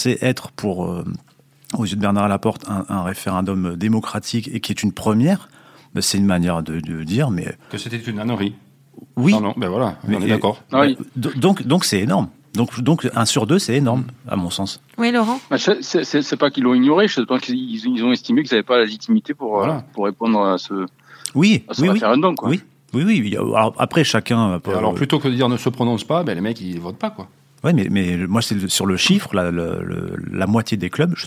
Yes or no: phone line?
yes